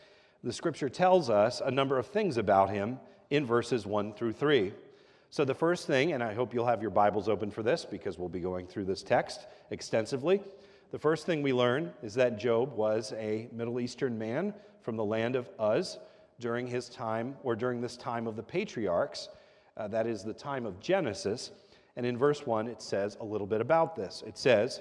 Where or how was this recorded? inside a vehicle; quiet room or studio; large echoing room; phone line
large echoing room